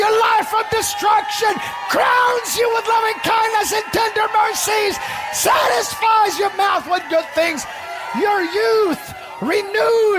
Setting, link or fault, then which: setting, large echoing room